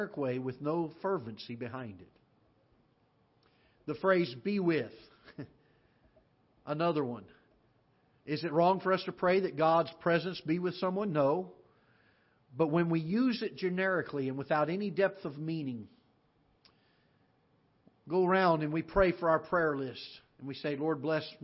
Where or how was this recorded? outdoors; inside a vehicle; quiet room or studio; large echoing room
large echoing room